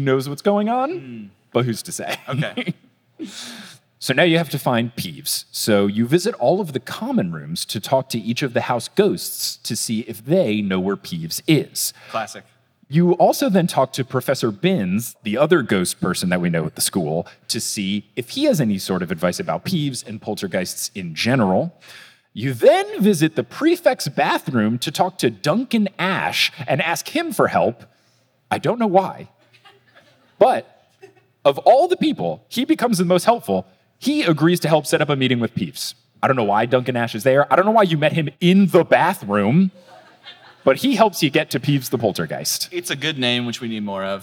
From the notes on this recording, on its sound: From Phoenix, AZ on 5/18/22, it's Potterless live!